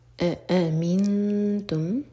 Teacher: دو حمزائیں cut off sound کے ساتھ